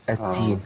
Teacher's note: الخطا ايضا الشائع الذي جمعناه في هذه الحلقه المباركه ابدال الدال تاء